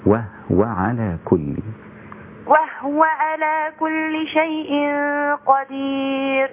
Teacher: تسكني الهاء وتهمسيها لأن الهاء مهموسة ساكنة